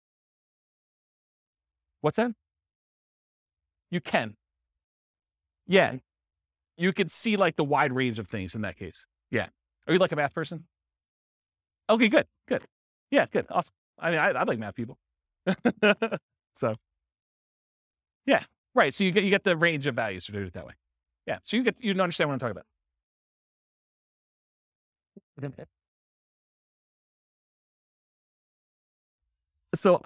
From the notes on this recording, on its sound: This was a live class recorded